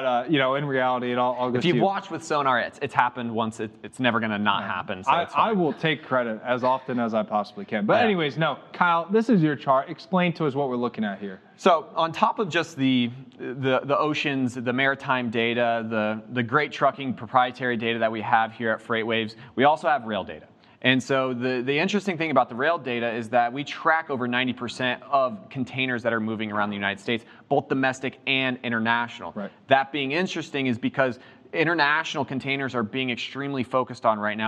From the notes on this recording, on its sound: Live from Global Supply Chain Week.